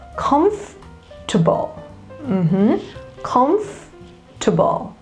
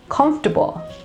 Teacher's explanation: because the second vowel, which is the O, the second O, is silent. You need to stress on the first syllable and hear how it goes.